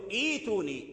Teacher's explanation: في الابتداء نقول إيتوني، أتينا بهمزة الوصل، إذا أدرجنا يعني لم نبتدي بإيتي ما تظهرش همزة الوصل، وقال فرعون ائتوني، همزة الوصل ذهبت، فهي لا تثبت في كل الأحوال.